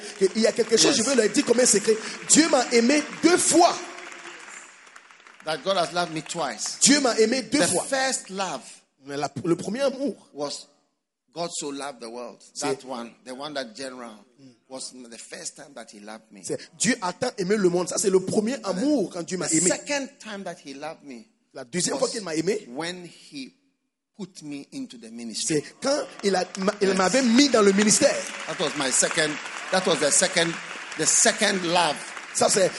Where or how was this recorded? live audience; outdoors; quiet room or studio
live audience